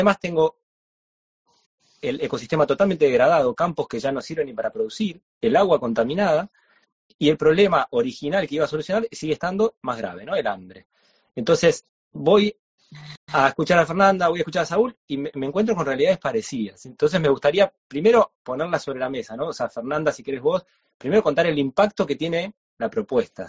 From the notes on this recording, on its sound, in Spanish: Audio de la charla en vivo por Instagram